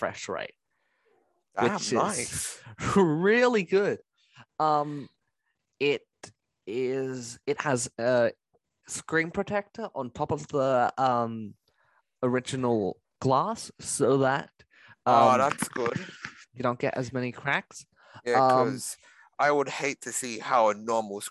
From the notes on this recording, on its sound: we had some audio dificultlys so there will be some stammers when listening